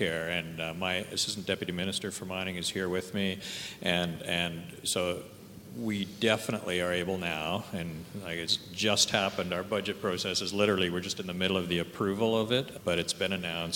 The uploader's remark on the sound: This episode features the provincial mining panel discussion from The Northern Miner’s annual Canadian Mining Symposium held at Canada House in London, U.K.